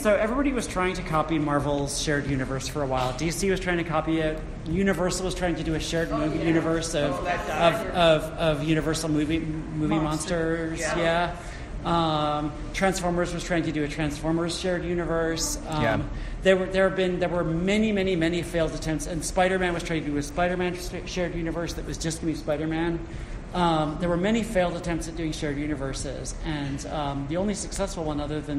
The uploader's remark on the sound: I’m posting a recording of a panel I joined for Heliosphere 2019.